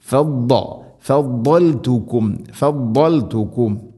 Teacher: നാവിൻ്റെ ഏതെങ്കിലും ഒരു സൈഡ് അണപ്പല്ലുകളോട് ചേർന്ന് അതിൻ്റെ ഒരു നീളത്തിൽ തട്ടിക്കൊണ്ടായിരിക്കണം വരേണ്ടത്. അത് ഇസ്തിഇലാഇൻ്റെ സ്വരഭാരത്തിൽ ഉച്ചരിക്കേണ്ട അക്ഷരവുമാണ്.